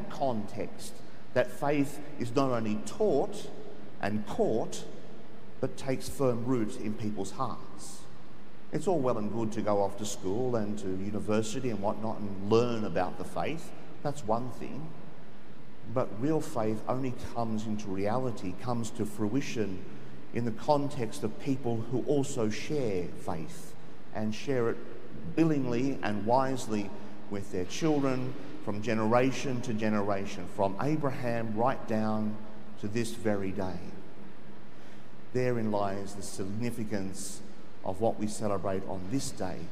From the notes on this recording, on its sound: The homily from Sacred Heart Cathedral, Hamilton